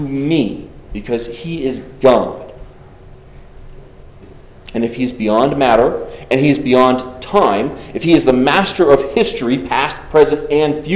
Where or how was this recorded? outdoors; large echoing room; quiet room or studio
large echoing room